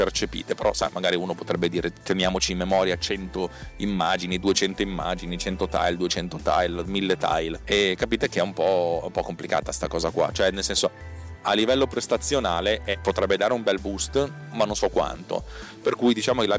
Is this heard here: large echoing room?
no